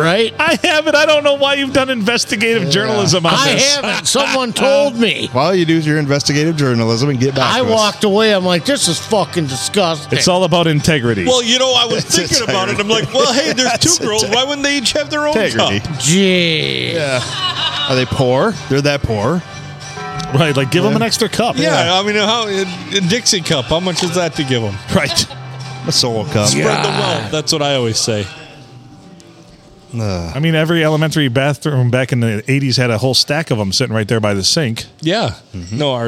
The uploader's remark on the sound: Recorded on Sunday Funday at the Rustic Tavern.